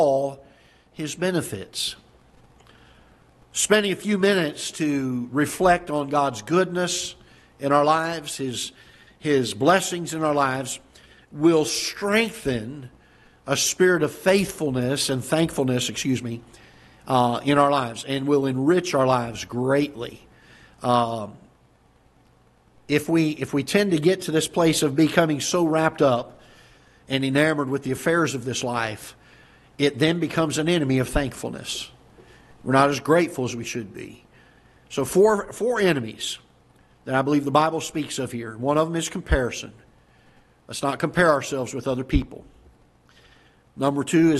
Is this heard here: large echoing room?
yes